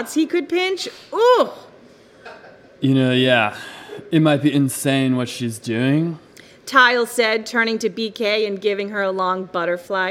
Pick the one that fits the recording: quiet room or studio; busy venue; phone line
busy venue